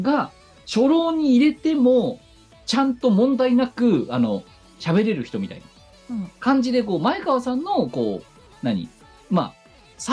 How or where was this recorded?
video call